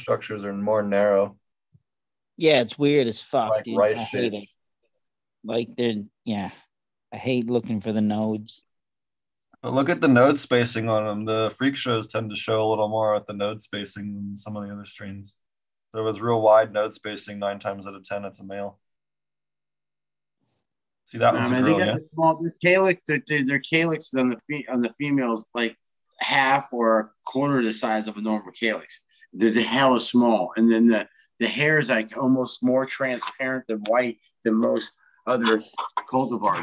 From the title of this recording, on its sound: Zoom Meeting